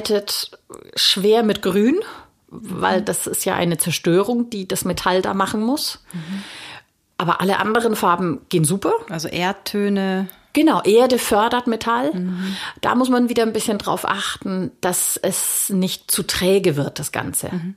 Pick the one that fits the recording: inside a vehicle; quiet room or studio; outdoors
quiet room or studio